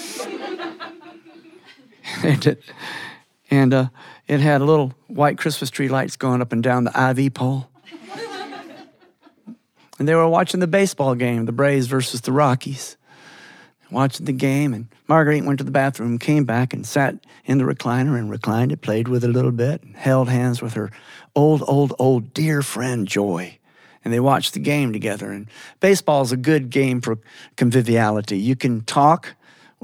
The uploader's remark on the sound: Later in the episode, we are thrilled to share an Apple Seed reader's theater recorded in our studio. Listen along as our talented voice actors and live studio audience bring this story to life. In the Apple Seed studio with our live studio audience.